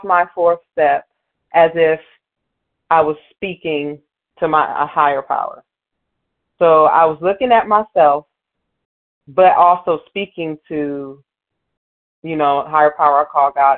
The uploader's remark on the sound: Qualification from the 100 Pounders Phone Meeting.